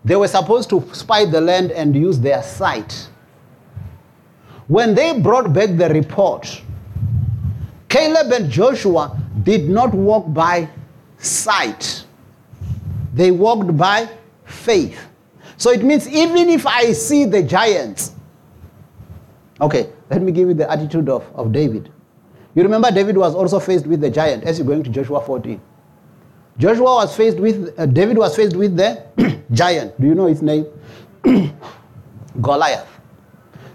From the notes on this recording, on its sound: preached at Jesus the Saviour Church, 185 Bobs Way, Eersterivier, Cape Town on 18 February 2024.